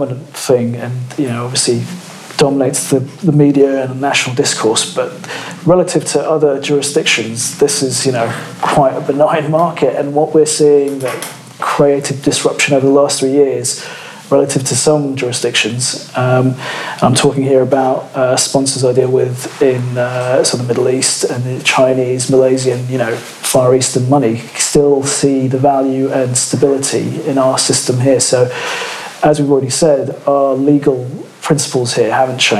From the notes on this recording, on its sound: our first LIVE podcast recording